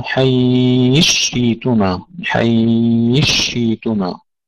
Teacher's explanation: إدغام مع إبدال الهمزة · Term: الإدغام الكبير